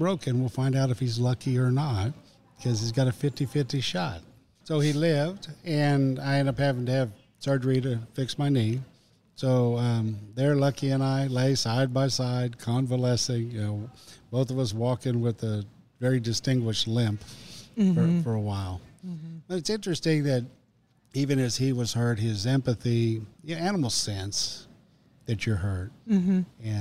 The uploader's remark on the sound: Recorded at Tusculum Brewing Company